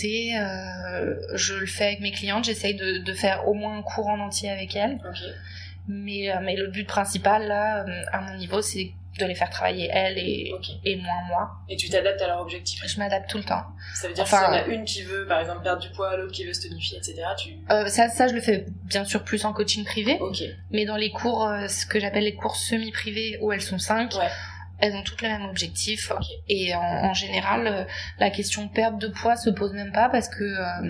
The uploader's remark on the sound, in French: CET EPISODE FUT LE TOUT PREMIER ENREGISTRER, LE SON EST DONC TRÈS TRÈS MOYEN